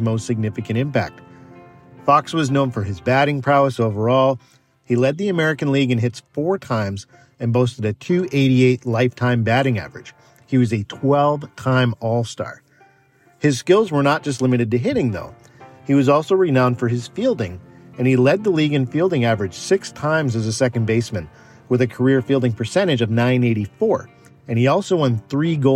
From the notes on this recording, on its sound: I recorded the episode in a car